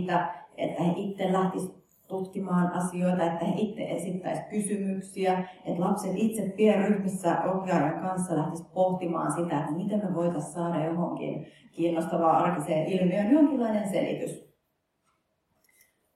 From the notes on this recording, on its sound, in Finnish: Helsinki, Kumpulan kampus, Physicum, sali D101. Laitteet: Zoom H4n.